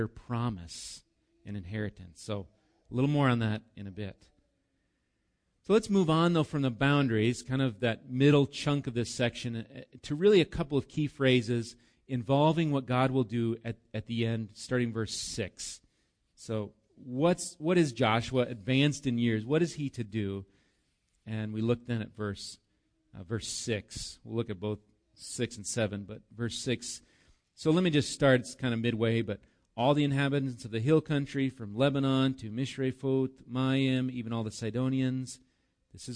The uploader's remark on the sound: Recorded live at Bethany Bible Church.